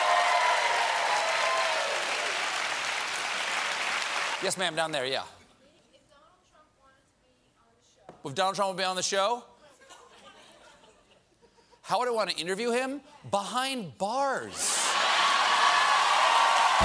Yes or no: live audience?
yes